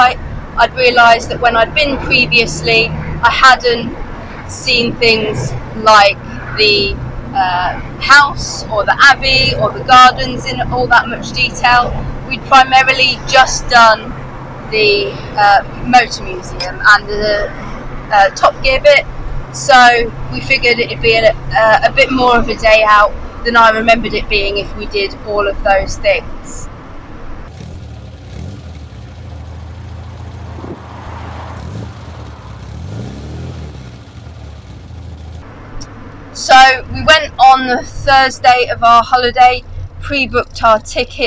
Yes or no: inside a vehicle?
yes